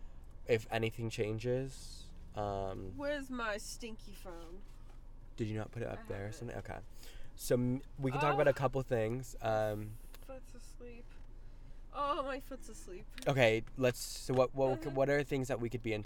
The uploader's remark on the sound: The lights go out and we are in our car.